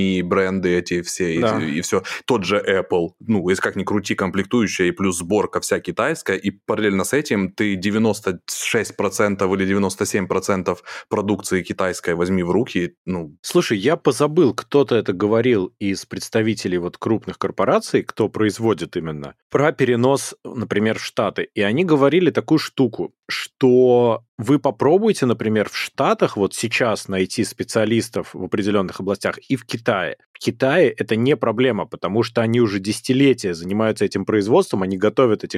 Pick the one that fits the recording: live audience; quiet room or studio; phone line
quiet room or studio